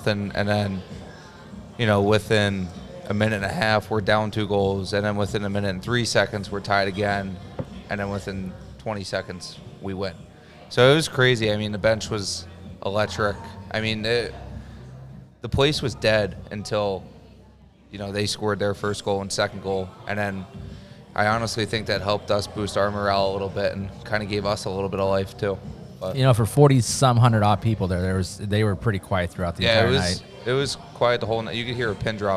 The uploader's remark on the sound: Were back with another live show at Brewskys.